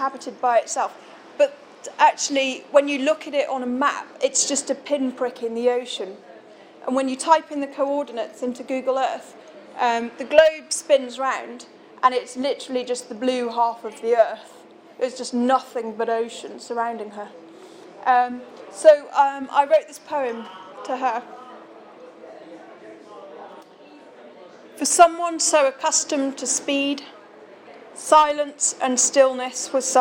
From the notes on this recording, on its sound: This recording was made on December 19th 2013 at the Shrewsbury Coffeehouse during the launch of issue 1 of Bare Fiction magazine.